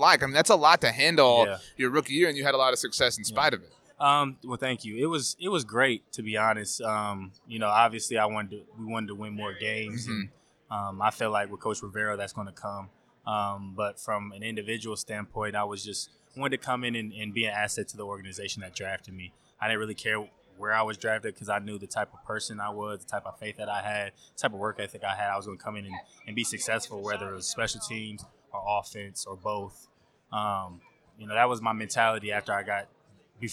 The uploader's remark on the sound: On Super Bowl Radio Row!